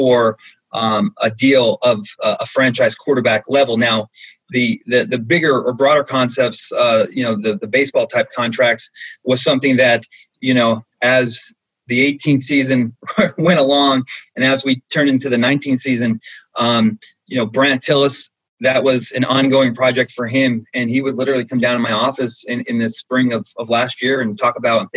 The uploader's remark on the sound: zoom press conference